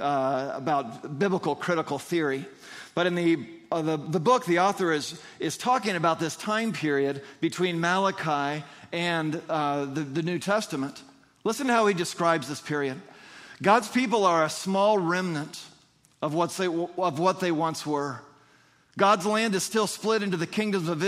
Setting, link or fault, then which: setting, large echoing room